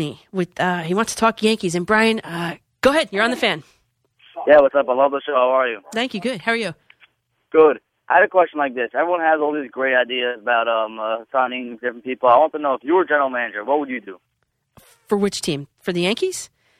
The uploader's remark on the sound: Listener phone calls.